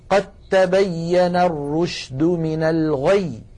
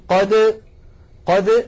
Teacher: تعالى قد تبين، التقت هنا الدال والتاء وهما من المخرج نفسه، فنحول الدال إلى تاء ثم ندغم التاء في التاء، فيصير النطق بتاء مشددة ولا يبقى للدال أثر · Shown in: first take